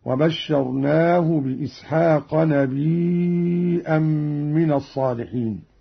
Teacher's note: قوله تعالى: وبشرناه بإسحاق نبيا من الصالحين. همز قالون الياء وتصير عنده مدا متصلا يمد مقدار 4 حركات هكذا: وبشرناه بإسحاق نبيا من الصالحين.